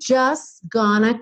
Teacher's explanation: And I'm just gonna keep on waiting, just gonna. Também ela dá uma ignorada no T e segue direto